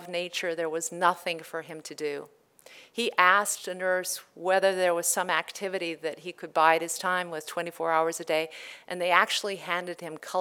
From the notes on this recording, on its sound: In this live presentation